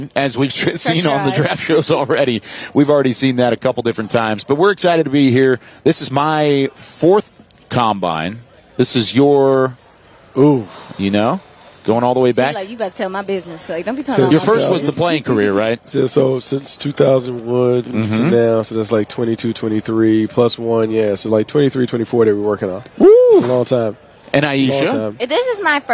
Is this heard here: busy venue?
yes